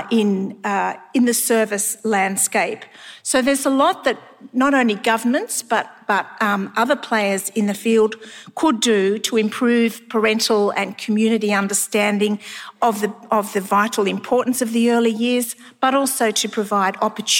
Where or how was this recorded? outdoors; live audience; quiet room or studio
live audience